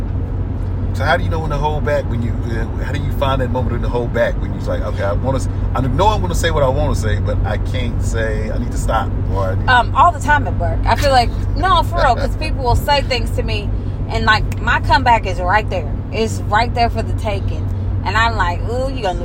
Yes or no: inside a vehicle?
yes